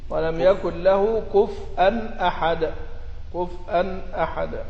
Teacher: يسكن الفاء ويهمز الواو